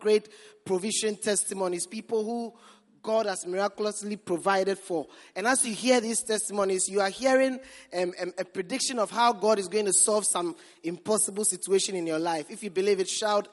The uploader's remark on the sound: Preached at the Prophetic Encounter Service.